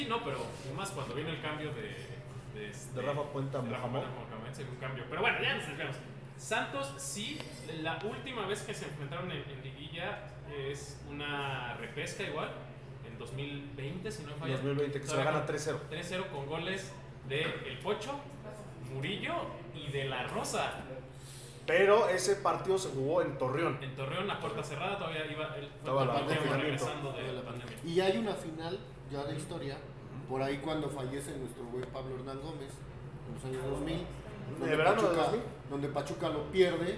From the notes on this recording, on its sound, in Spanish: En vivo desde Jocker Snacks and Drinks